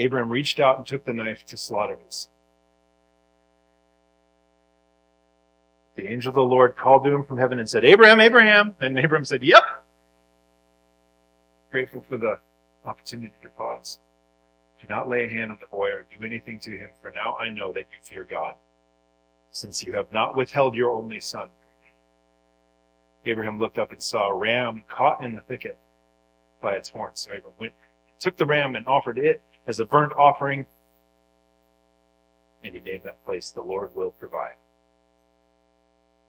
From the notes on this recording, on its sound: Due to technical difficulties, the audio is not the highest quality